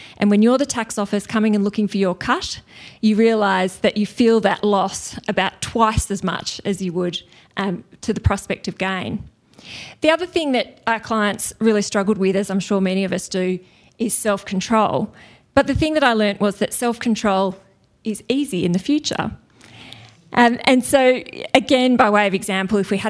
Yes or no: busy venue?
yes